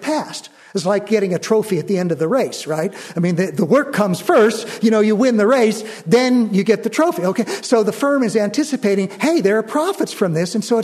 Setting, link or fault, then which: setting, live audience